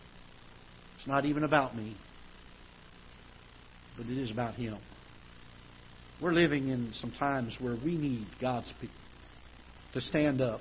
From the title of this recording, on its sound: Ketha Heights Baptist Church ~ Live Broadcast